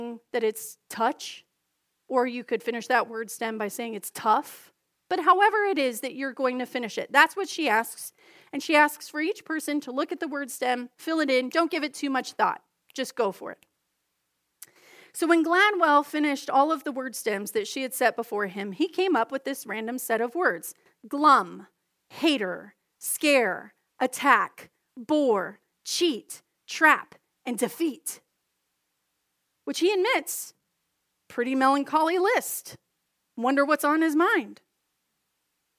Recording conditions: large echoing room